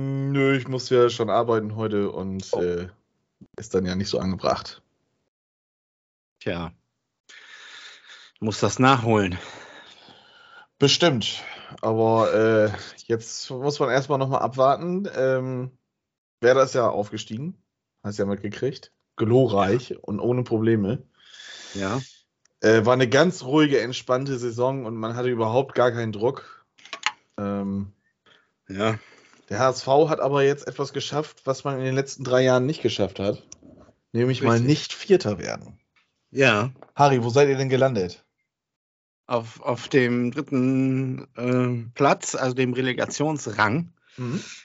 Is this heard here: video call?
yes